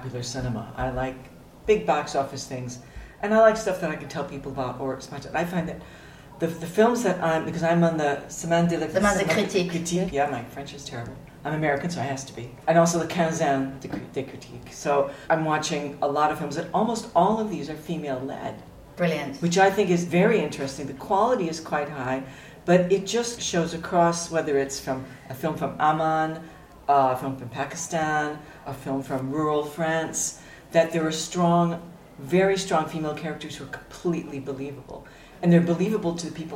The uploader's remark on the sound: Live from Cannes! From the red carpet to the film market, behind the scenes at the festival. A taste of the French Riviera live from the Festival de Cannes, catching some friends of Girls On Film out and about at the festival.